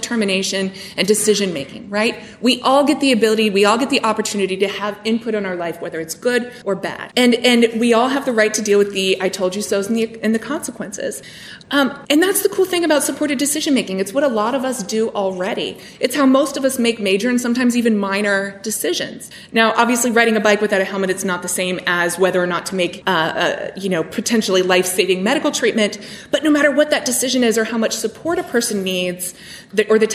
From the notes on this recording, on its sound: This episode was recorded at our recent conference entitled Getting Real About Health Care for All. An outstanding panel at the conference asked the question Can We Make Health Care Inclusive?